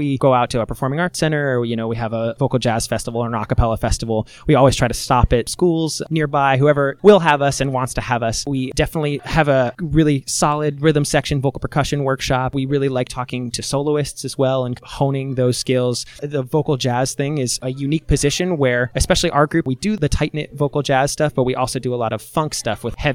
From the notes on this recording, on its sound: We caught up with the group at their first annual m-pact festival in Kansas City.